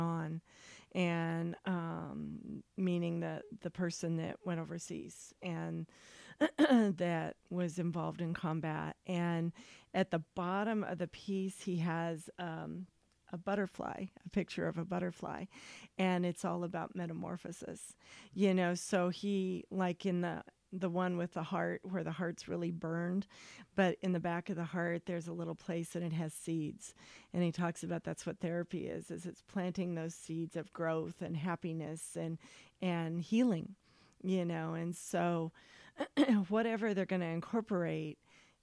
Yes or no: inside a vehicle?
no